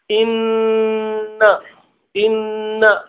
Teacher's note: ستجد صعوبة لو أقفلت أنفك، إن ما تستطيع، لأنك أقفلت المخرج، أقفلت المخرج ولم تترك الغنة تخرج، لأنها تخرج من الخيشوم